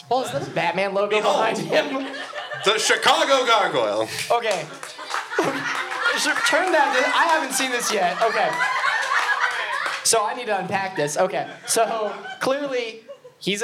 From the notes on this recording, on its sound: Live from Pour Brothers Brewery. Takes to the stage at Pour Brothers Brewery for our first ever live show.